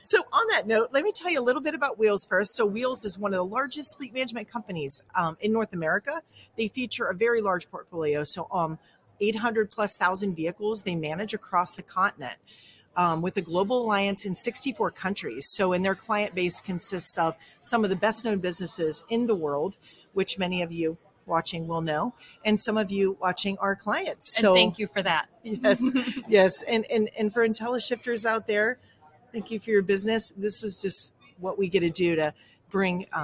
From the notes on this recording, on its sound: Live from NAFA. Live from the Wheels, Inc.